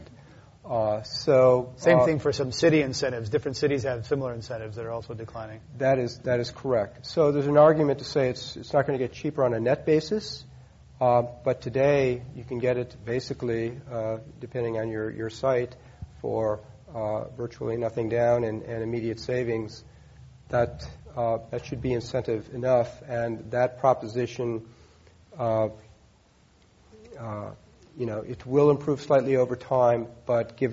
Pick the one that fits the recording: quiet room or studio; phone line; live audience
live audience